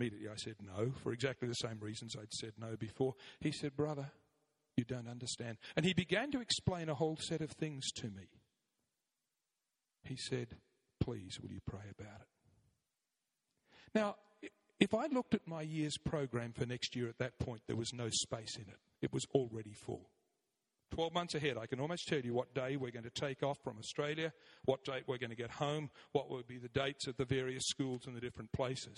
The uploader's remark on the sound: 9am Service, Arena Church, Ilkeston